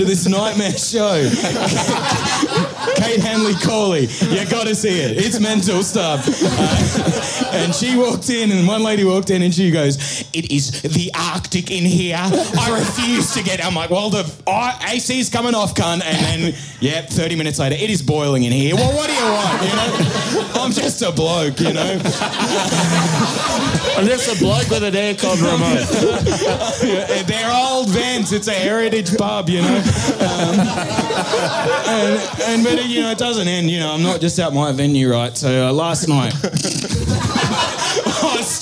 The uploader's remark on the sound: Live Show Melbourne